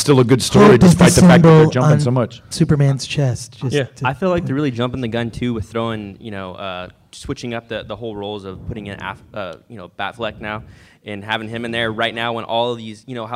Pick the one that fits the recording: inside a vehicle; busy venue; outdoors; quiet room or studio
busy venue